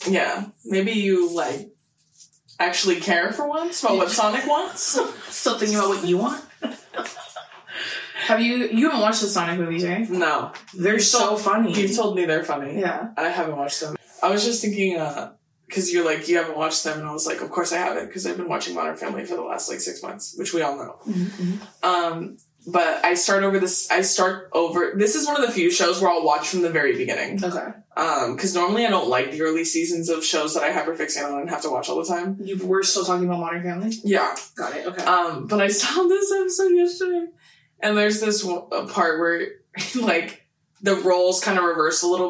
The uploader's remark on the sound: Besties i wanted to let you know that the audio Gods were truly against us in this episode that we ended up filming three times?? The audio is a little funky in this.